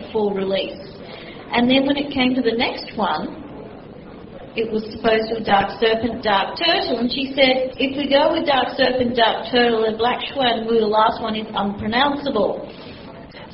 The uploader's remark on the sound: This weeks chat was recorded at Swancon. It is a live recording in an auditorium and while the recording is good there is some background noise. At some points members of the audience ask questions and where the mic has picked them up the production team has left them in the recording.